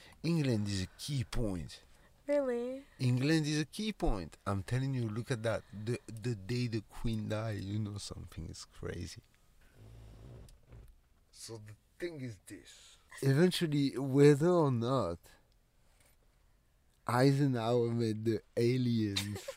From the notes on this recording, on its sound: when testing our studio setup in the car